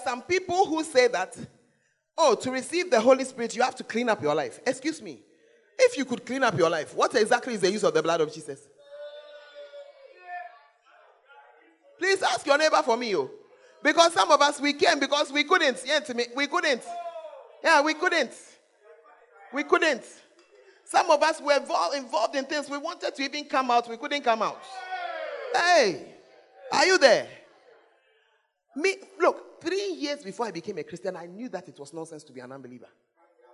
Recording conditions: large echoing room